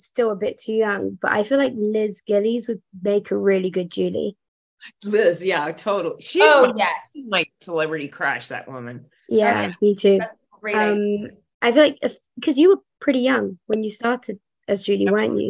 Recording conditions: video call